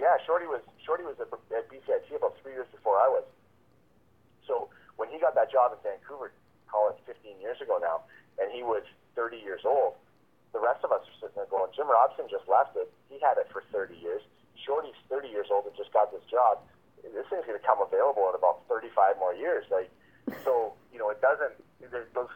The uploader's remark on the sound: from the Nashville Predators calls